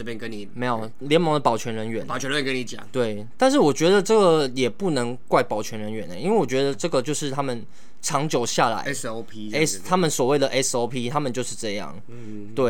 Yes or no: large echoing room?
no